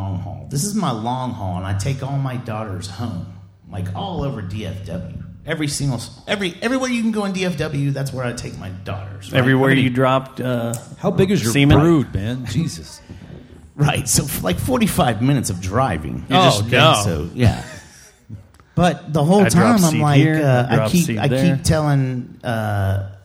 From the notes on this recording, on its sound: This week we were live from The Cicada in the lovely southside of downtown Fort Worth. Since this was our inaugural live show. The whiskey was flowing and in true JJTM fashion, things got a little wild. Thank you to everyone who came out, hung out with us, and abused the crowd microphone to set us straight in our ways.